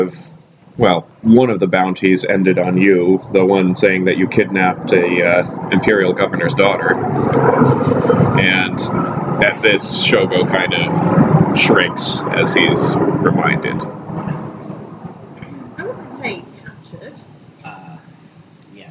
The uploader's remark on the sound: Apologies for the sound quality on these next couple episodes; I had the microphone on directional instead of surround setting.